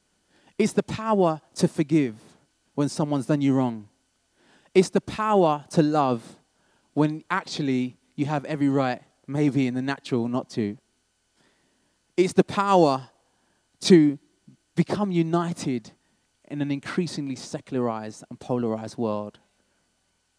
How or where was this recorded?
large echoing room